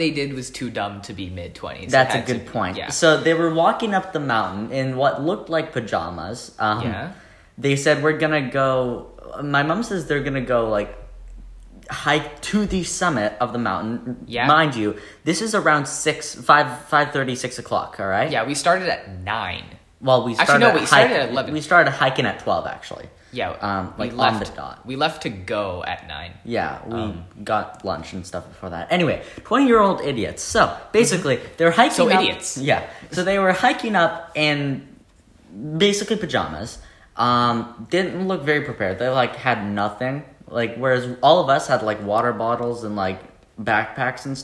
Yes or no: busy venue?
no